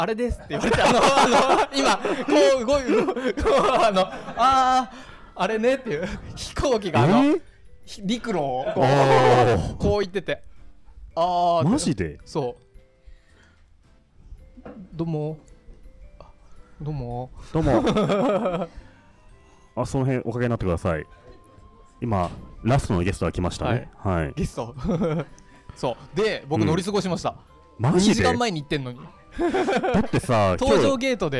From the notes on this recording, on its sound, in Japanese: 博多で公開収録をしました。公開収録 in 福岡 かわ屋 警固店 - 赤坂/焼鳥。